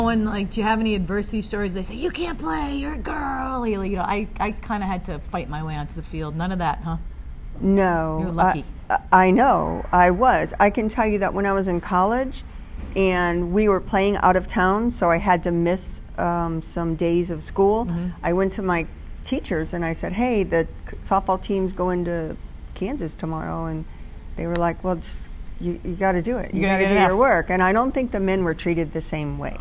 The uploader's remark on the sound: Live from AdventHealth Center Ice